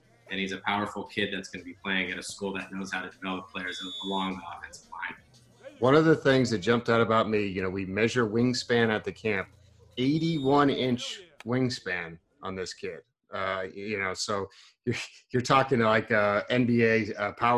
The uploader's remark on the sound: Zoom Audio.